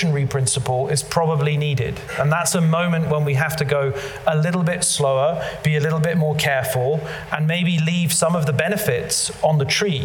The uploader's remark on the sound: live at the Tabernacle theatre in London